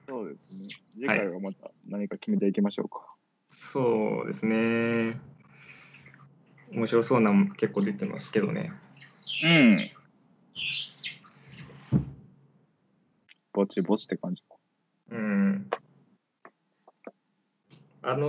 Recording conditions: video call